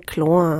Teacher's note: eine Vokalverdumpfung, also dass der Stein wird dann der Storn oder klein wird dann Klor, also dass man so Vokale vertieft oder dass das L fast wie ein eigener Vokal funktioniert.